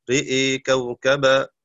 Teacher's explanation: قرأ شعبة بإمالة الراء والهمزة